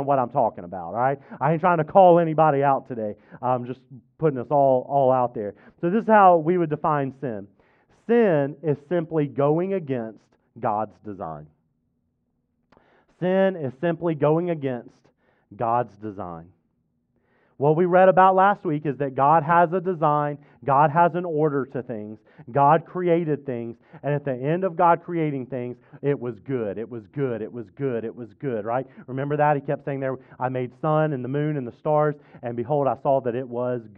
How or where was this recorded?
large echoing room